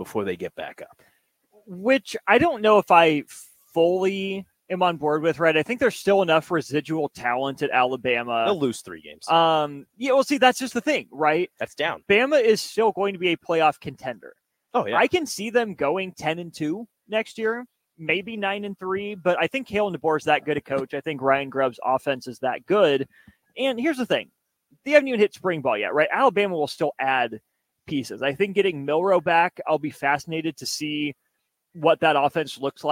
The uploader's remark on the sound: LIVE from CHI Health Center